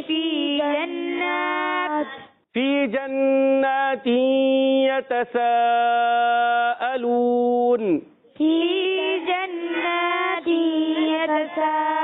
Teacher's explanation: नून मुशद्दद, नून मुशद्दद में एक अलिफ का गुन्ना होगा, नून पर खड़ा जबर है, एक अलिफ खींचना भी है, फिर तनवीन के बाद या आ गया, इदगाम माल गुन्ना हो जाएगा मिलाने की सूरत में, नहीं मिलाएंगे तो इदगाम माल गुन्ना नहीं होगा, ठीक है।